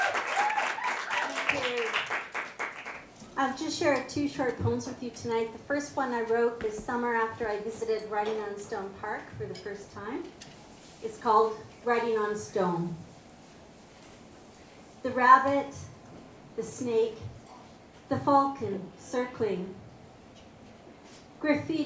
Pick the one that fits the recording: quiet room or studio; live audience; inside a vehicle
live audience